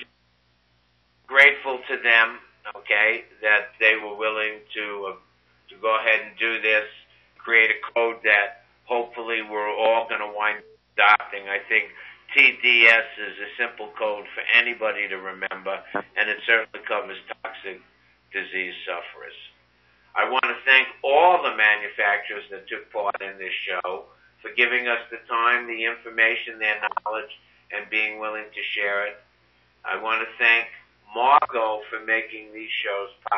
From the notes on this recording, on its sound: Live call-in show aired on May 29, 2018.